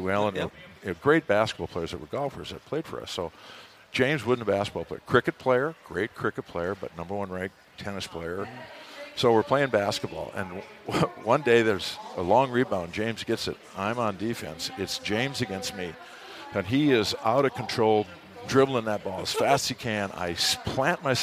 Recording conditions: busy venue